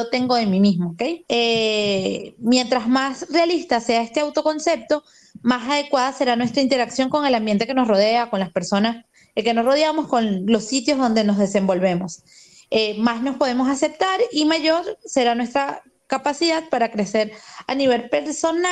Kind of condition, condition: link, video call